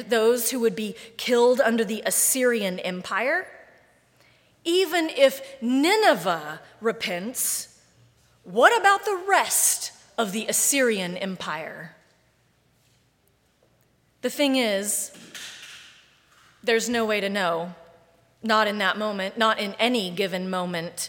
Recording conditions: large echoing room